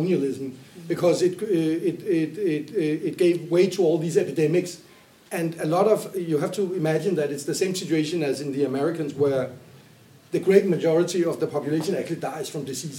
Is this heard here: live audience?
yes